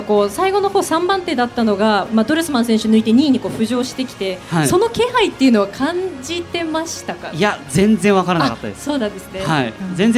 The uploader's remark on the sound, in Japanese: 8月20日に東京・駒沢オリンピック公園中央広場で行われました当番組の公開収録の模様です。